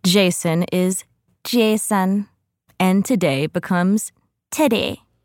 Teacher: insipid wedding vows delivered with maximum vocal fry, Babel noted that commenters tried to capture the timing of the speech by giving syllables prominence.